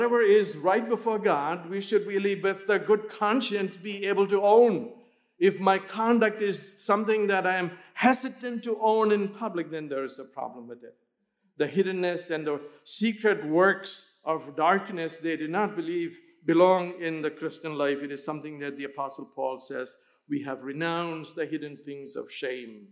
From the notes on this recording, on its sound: in Emmaus chapel